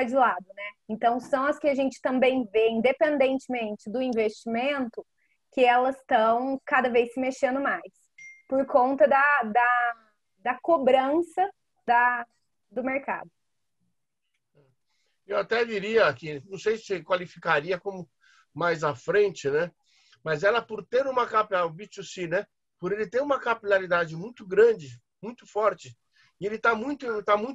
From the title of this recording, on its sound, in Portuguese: Áudio Webinar